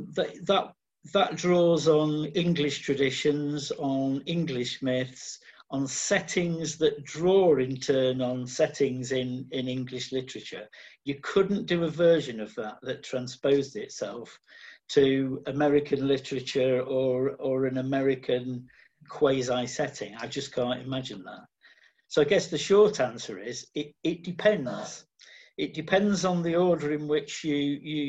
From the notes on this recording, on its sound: Recorded remotely via Zoom due to the COVID-19 pandemic.